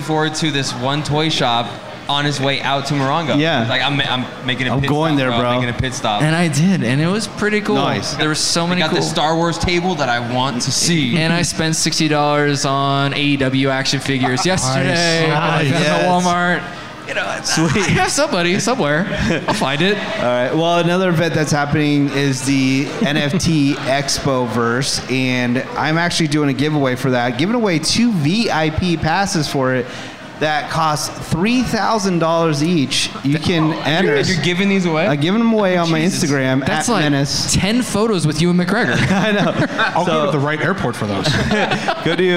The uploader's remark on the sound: Live from Morongo!